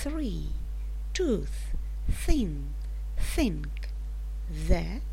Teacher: В одном случае она читается глухим звуком Ф, в другом случае звонким звуком З. Оба этих звука являются межзубными. Язык находится между зубами.